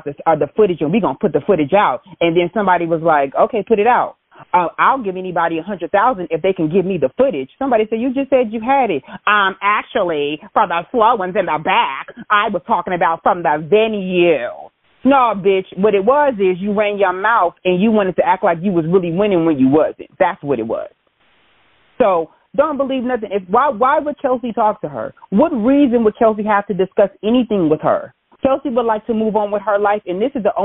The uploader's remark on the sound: this episode is a call in show